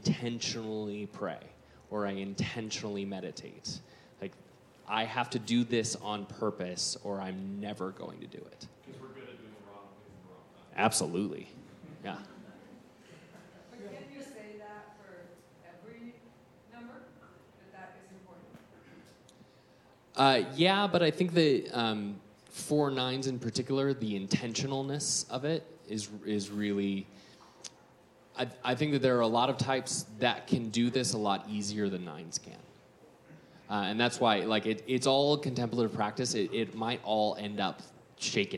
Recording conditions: busy venue